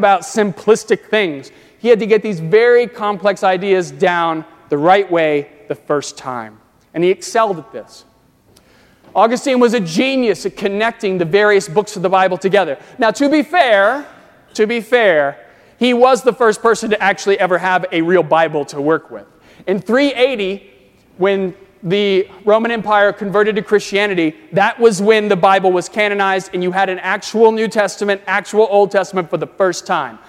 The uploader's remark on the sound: during the 10:30 AM service on Sunday July 22, 2018, at First Presbyterian Church of Arlington Heights, Illinois.